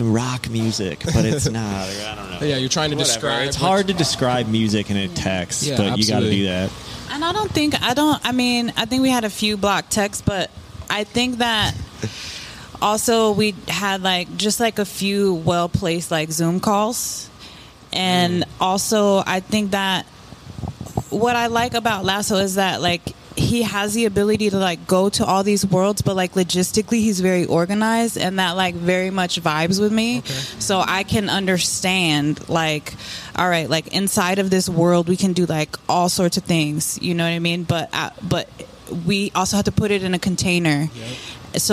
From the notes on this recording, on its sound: Recorded at Thunder Canyon Brewery.